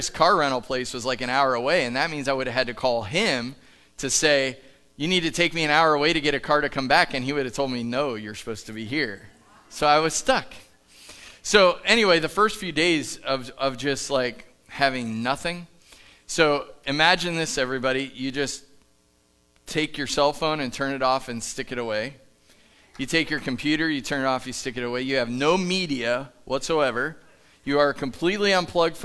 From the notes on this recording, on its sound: Live from The Summit Church in Dover, OH